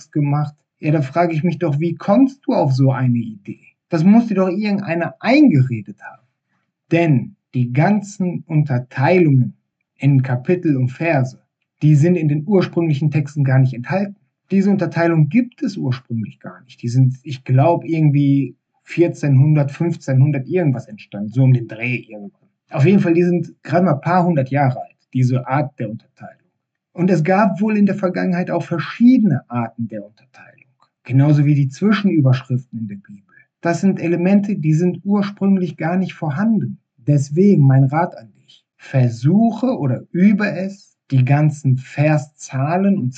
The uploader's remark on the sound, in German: Ich hoffe das die Tonqualität der nächsten Episode wieder besser wird.